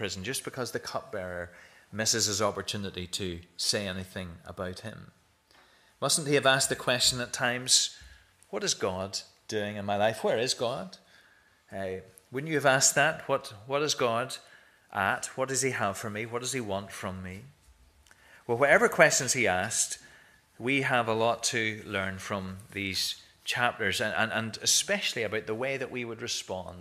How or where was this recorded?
large echoing room